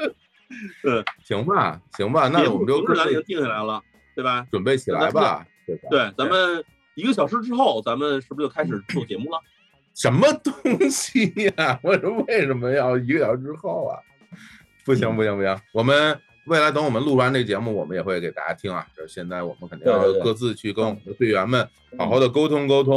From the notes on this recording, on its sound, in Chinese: 我们将周六的直播做成了音频版。由于是会议录制，本期节目音质一般。